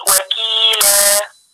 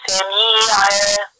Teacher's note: اصل انا شلت التنوين وعوضت مكانه بمد حركتين سميته مد عوض. وكيلا سميعا عليه، بشيل التنوين واجيب مكانه مد حركتين.